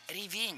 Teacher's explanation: Начальная форма не ревень, а ревень. Ударение в этом слове падает на второй слог.